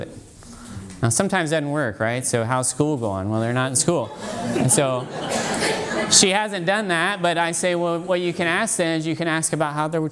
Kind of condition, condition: setting, live audience